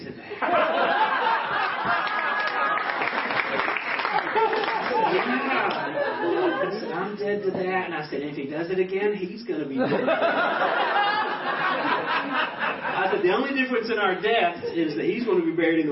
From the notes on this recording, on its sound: Recorded in Sevierville, Tennessee at a banquet for Grace Fellowship International (2012).